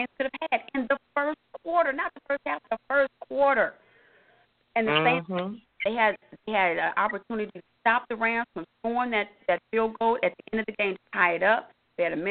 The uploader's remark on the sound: your phone calls, comments, questions